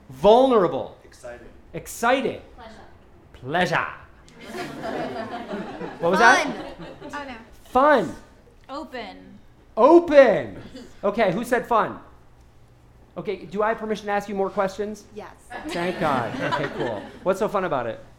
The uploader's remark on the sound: Recorded at the touchpoint town hall in NYC on May 1, 2018 at The Assemblage Nomad.